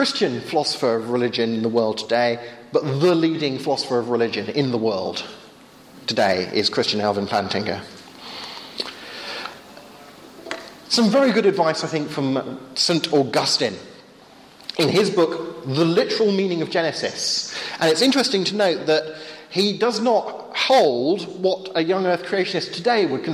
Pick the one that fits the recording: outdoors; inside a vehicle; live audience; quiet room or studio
live audience